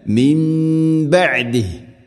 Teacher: സുമ്മ സുമ്മത്തഖദ്തുമുൽ, സുമ്മത്തഖദ്തുമുൽ ഇജ്ല, ഇജ്ല മിൻ ബഅദിഹി, സാക്കിന നൂനിന് ശേഷം ബാ, മുകളിൽ പറഞ്ഞതുപോലെ ഇഖ്ലാബ്, നൂനിനെ മീമാക്കി മാറ്റി മണിച്ചുകൊണ്ട് ഉച്ചരിക്കണം